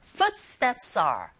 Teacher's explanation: 기능어이기 때문에 강사를 받지 않아서 footsteps are S라는 자음의 소리와 아예 아 이 부분에 모음이 연결되니까 연음 현상이 일어나죠